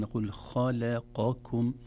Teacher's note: إذن تفخيم الخاء، ترقيق اللام، ثم تفخيم القاف، ثم ترقيق الكاف